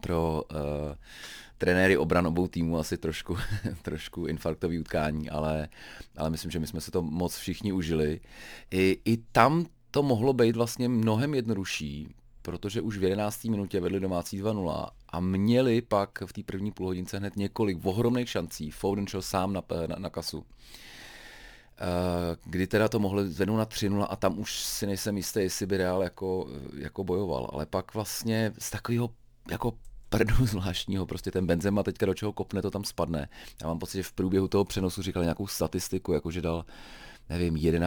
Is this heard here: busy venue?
no